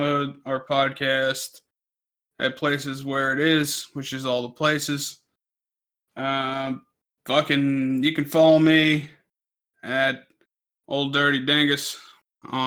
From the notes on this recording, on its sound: Stepisode 28 is an excellent lesson for how not to record a podcast.